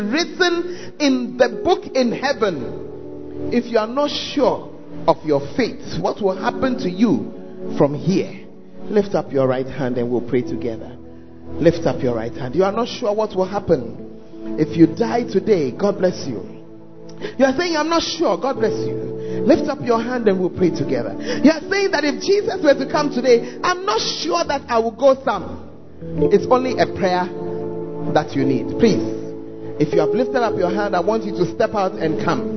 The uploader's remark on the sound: Preached At The Firstlove Centre, Ayeduase (Gathering Service)